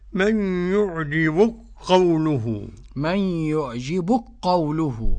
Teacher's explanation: قرأ السوسي بإدغام الكاف في القاف